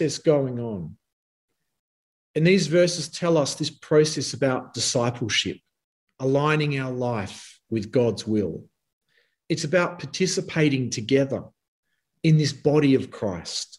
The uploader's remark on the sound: Talk 2 from the Wednesday United zoom meeting on 16 June 2021.